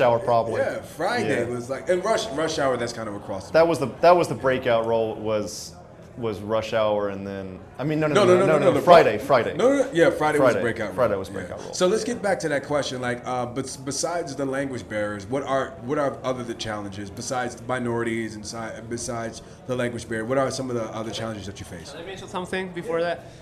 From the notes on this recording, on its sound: we recorded a special mini-episode at the Koreatown Japanese-English Language exchange group on-site